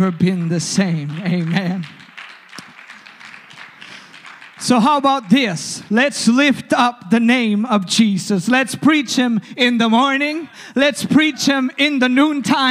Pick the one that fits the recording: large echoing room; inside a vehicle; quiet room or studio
large echoing room